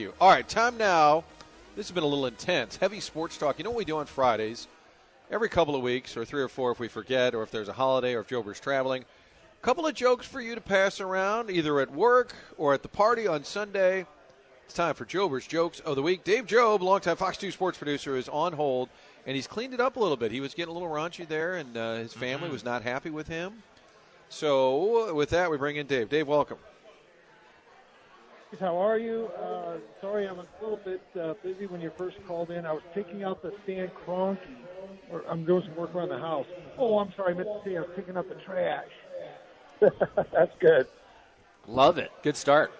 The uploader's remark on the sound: broadcasting live from Kingside in Clayton